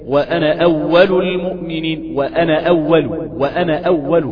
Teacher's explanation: كأن النون محركة بفتح وفقط، الألف مش ثابتة، ولا لو كانت ثابتة كانت تمد، تقول وأنا أول المؤمنين.